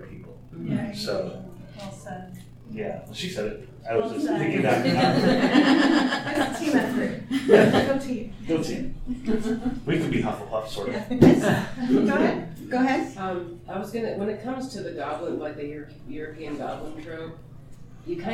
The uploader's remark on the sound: TusCon 50 Panel Rhoynish Turtle Conservation Society. Recorded live at TusCon. Saturday Panel Room 1.